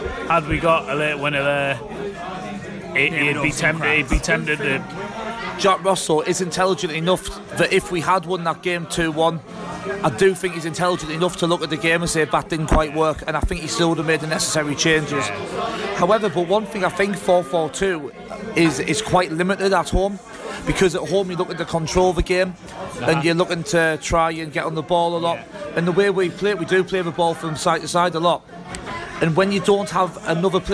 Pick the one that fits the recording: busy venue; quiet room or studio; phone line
busy venue